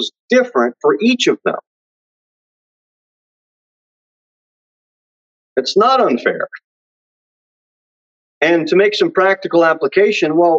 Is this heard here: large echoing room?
yes